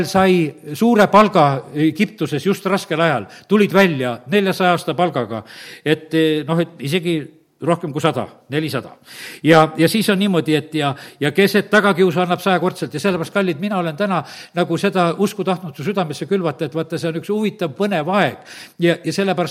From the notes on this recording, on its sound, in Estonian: Audio salvestus koosolekult